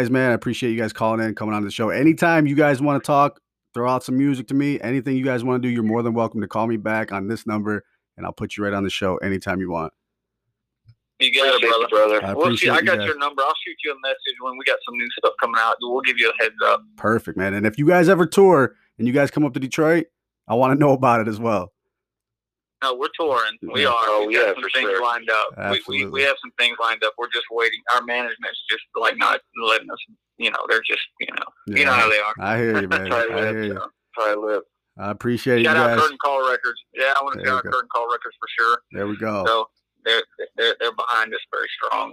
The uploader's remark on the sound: Call into the show.